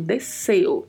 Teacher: temos aí o som da letra E é fechada, som de E, e o som do O também é fechado, som de O